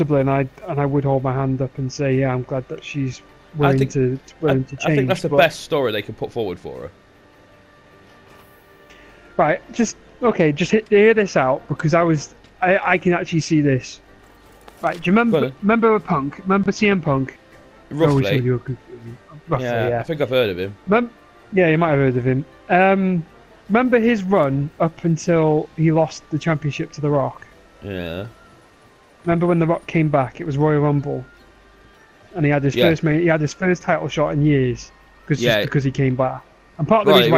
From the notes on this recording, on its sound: Whilst playing some Monster Hunter! Sorry about the background noise, we were chatting on PSN as i played some Monster Hunter.